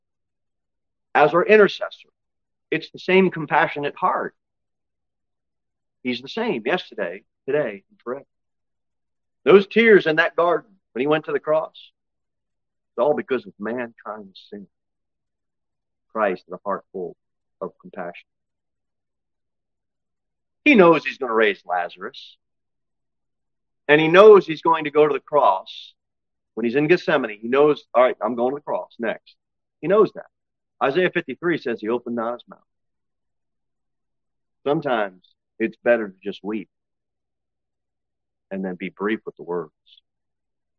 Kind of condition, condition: setting, large echoing room